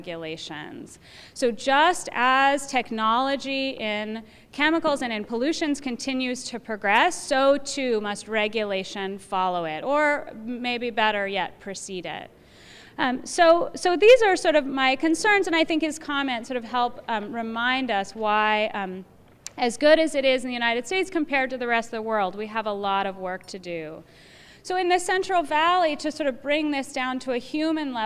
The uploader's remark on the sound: UC Berkeley live recording.